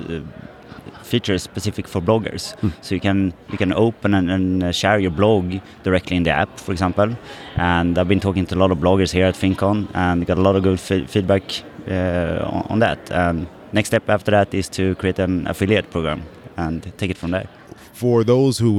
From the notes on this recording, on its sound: at a table in the middle of the FinCon conference floor